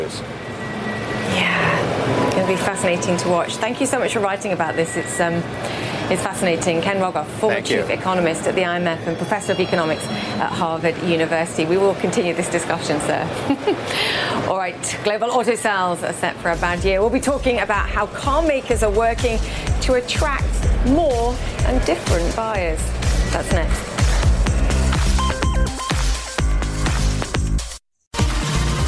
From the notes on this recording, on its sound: live from the New York Stock Exchange